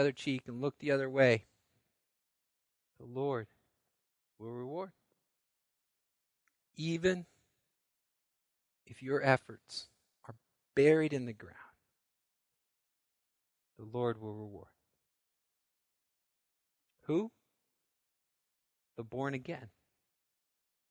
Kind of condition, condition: setting, large echoing room